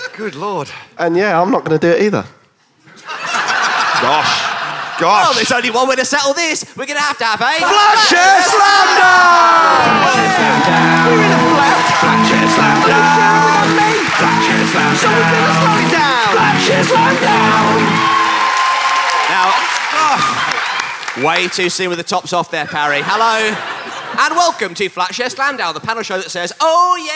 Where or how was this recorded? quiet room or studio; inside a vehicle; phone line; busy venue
busy venue